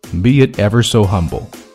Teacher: 两个元音的连读啊，中间要加一个 y 的音